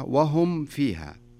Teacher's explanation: الميم الساكنة إذا جاء بعدها حرف الفاء نكمل الميم كاملة بدون إخفاء